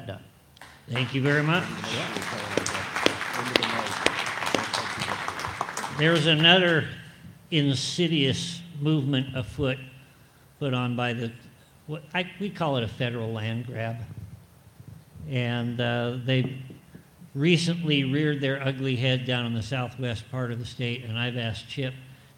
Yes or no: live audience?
yes